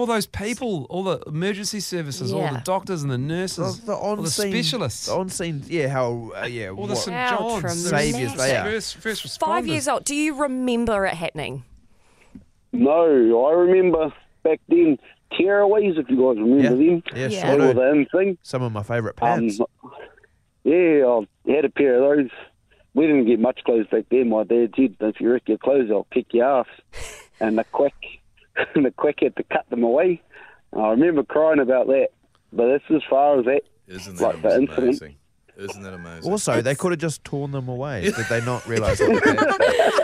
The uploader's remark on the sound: called in to tell us